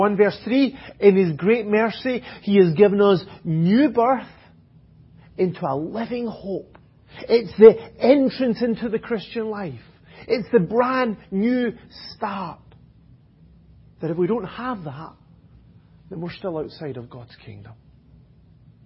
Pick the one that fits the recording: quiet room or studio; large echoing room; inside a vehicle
large echoing room